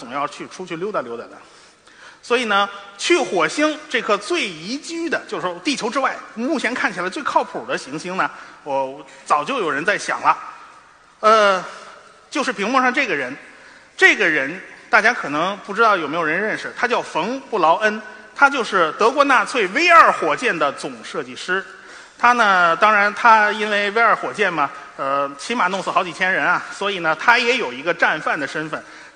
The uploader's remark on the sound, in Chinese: 429理性的力量科普演讲会现场实况录音